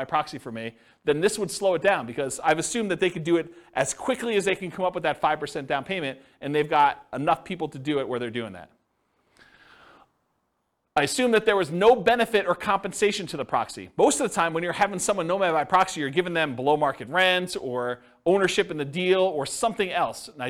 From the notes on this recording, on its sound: This was a live class recorded